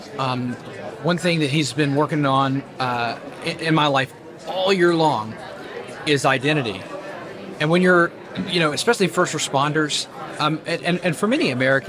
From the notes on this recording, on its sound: Team is checking in from Family Research Council’s Pray, Vote, Stand conference in our nation’s capital.